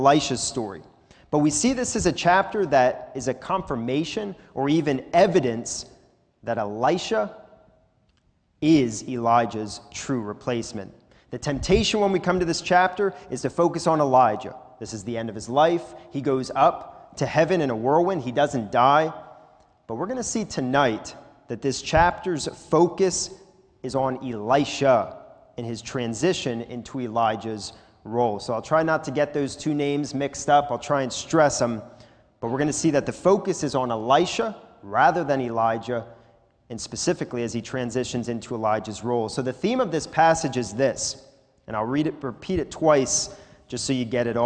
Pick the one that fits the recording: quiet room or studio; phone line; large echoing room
large echoing room